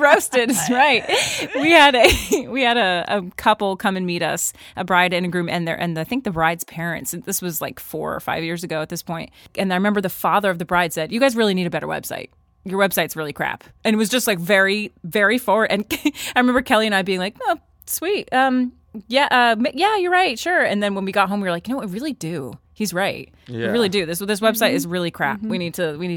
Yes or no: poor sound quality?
no